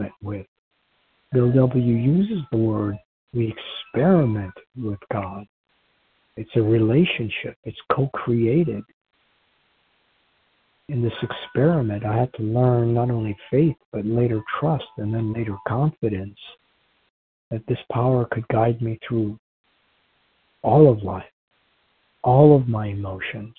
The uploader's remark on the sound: from the 100 Pounders Phone Meeting, 9/28/23